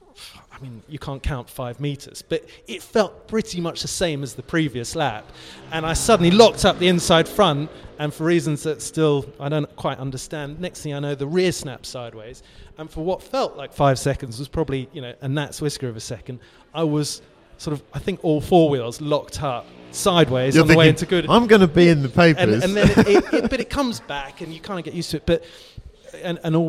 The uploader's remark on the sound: live from Goodwood!